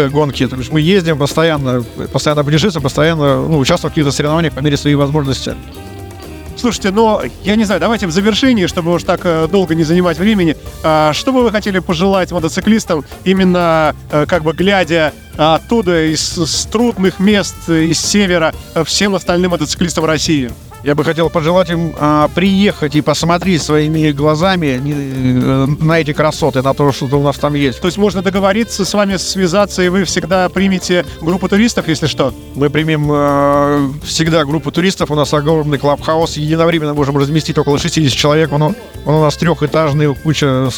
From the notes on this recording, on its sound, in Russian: Мотофестивале Baltic Rally 2023 в ходе которого и состоялась эта встреча с нашей радиостанцией. Записано в городе Выборг 22 июля 2023 года на Рыночной площади в ходе фестиваля Балтик Ралли.